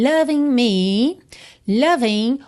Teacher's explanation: Loving, o G final não é pronunciado, por isso está pintadinho de cinza claro.